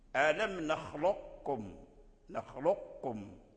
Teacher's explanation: فإذا ذهبنا إلى الإدغام الناقص فلا بد من أن نحافظ على صفة الاستعلاء الموجودة في القاف